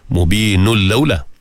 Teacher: Tanwin bertemu dengan lam. Lam salah satu daripada huruf idgham bila gunnah. Idgham itu berlaku secara kamil. Maka dia tandakan dengan disyaddahkan pada lam tadi.